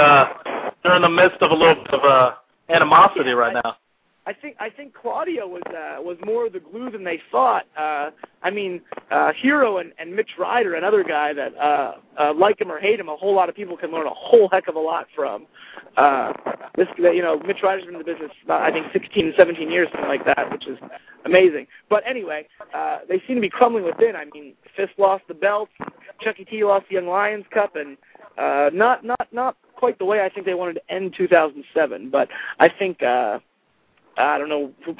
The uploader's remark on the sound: a very special "call in" guest